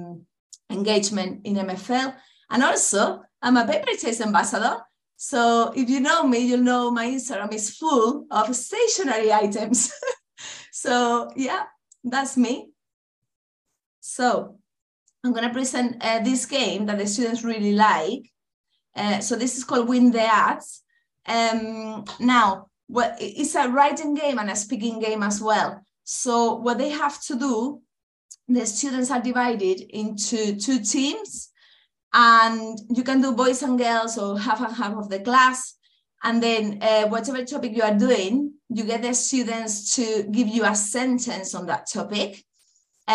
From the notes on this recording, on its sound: This episode is the recording of an online CPD session. It was a show and tell CPD session in which 7 people (including myself) presented our favourite games to play in MFL lessons.